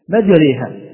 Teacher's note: فهذه الألف الممالة وقعت بين الألف والياء وهي ألف ممالة، لا نقول ياء ممالة ولكن نقول ألف ممالة، فهي فرع عن الألف الأصلية، فهي فرع عن الألف الأصلية.